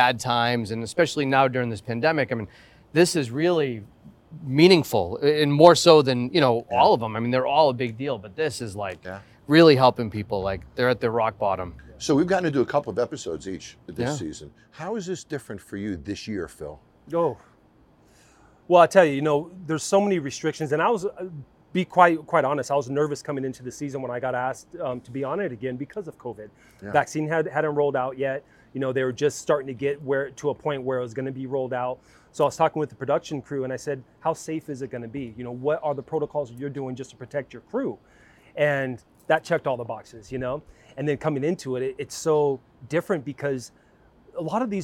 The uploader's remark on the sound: Live On Set. On the set of season 8.